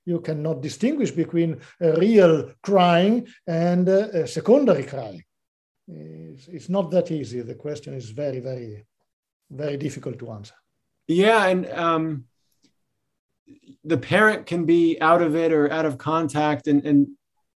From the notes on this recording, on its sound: This episode features audio from one of our webinar presentations.